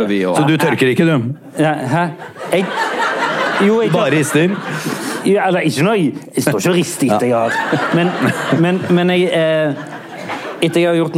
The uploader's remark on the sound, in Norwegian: Vår andre LivePod! Fra et fullsatt Stavangeren!